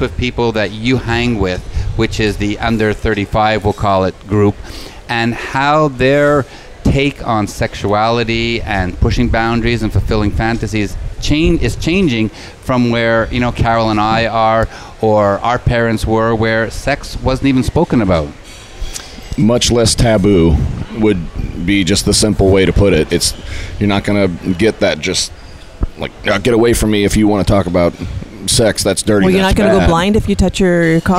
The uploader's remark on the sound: on location at Hedonism II Resort in Jamaica during Young Swingers Week